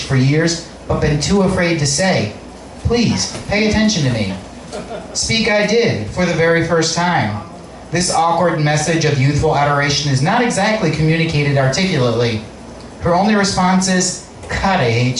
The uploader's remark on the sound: All Muses Monday Open Mic in Willoughby, OH at All AXS